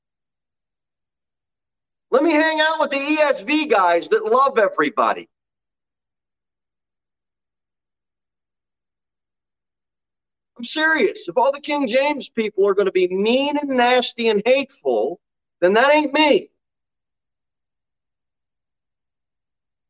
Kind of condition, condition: setting, large echoing room